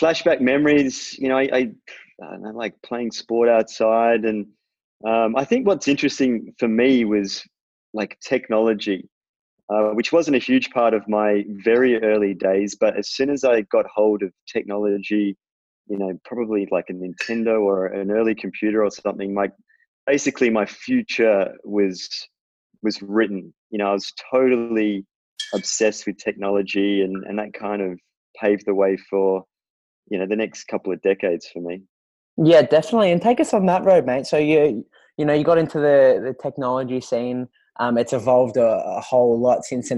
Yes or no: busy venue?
no